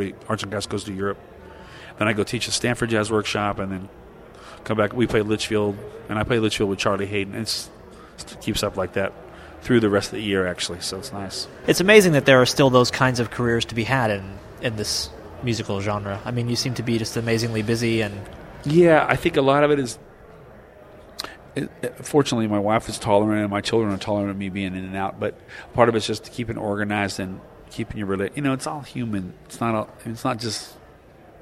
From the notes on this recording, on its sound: between his sets at the 2007 Rochester International Jazz Festival